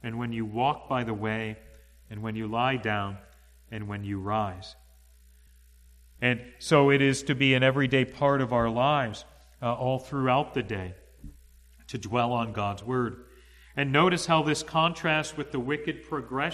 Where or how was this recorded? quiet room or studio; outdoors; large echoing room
large echoing room